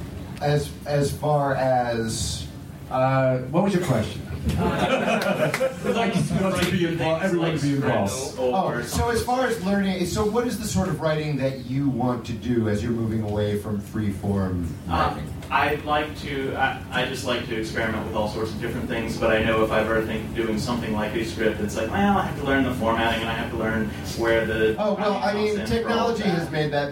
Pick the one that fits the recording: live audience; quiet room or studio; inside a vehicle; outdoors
live audience